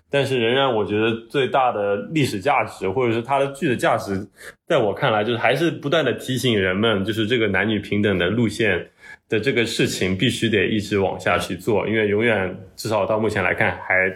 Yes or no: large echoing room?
no